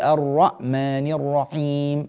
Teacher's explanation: الحاء مخنوقة جدا جدا